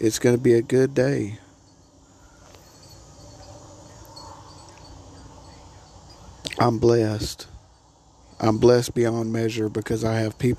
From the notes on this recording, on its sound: I just rant while outside on the porch.